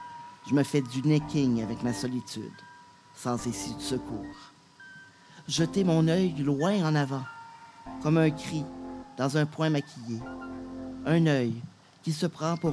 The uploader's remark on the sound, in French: Enregistré sur le sentier culturel de la Ville de Gatineau.